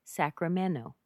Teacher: on Sacramento, the T is missing